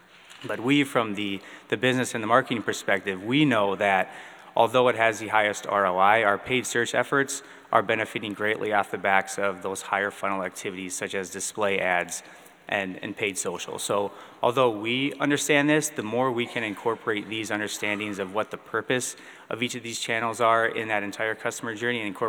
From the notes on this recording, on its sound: Recorded Live from Hubbard Digital Academy.